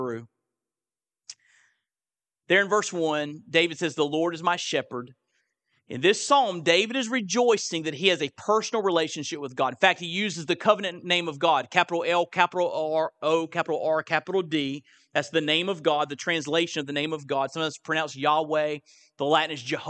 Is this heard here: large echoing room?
yes